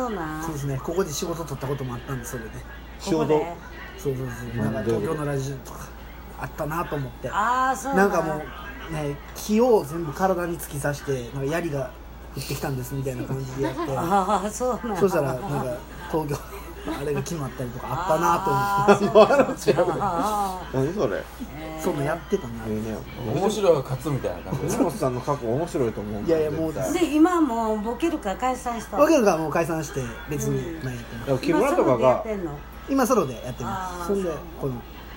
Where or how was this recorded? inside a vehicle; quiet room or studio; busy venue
busy venue